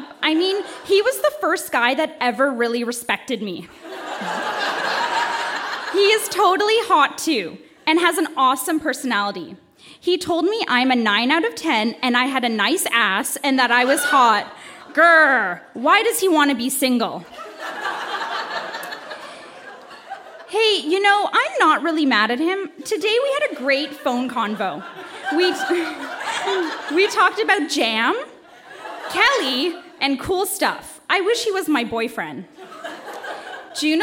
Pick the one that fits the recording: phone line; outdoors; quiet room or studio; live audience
live audience